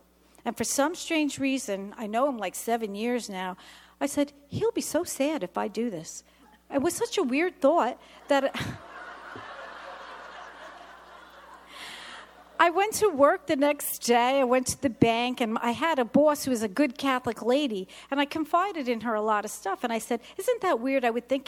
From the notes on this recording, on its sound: This testimony was given at the 17 th Magnificat International Conference in Pittsburgh, PA, October 7, 2023.